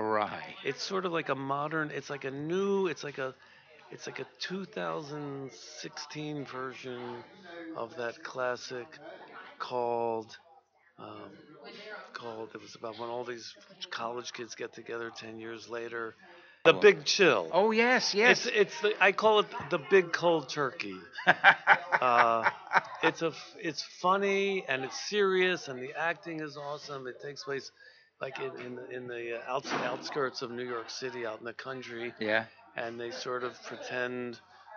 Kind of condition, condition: setting, busy venue